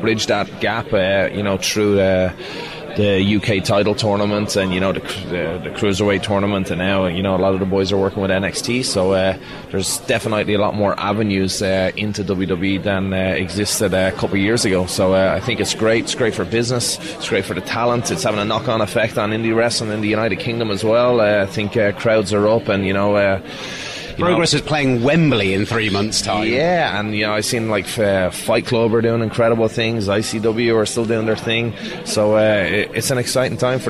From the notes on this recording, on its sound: Recorded in a bar in New Orleans.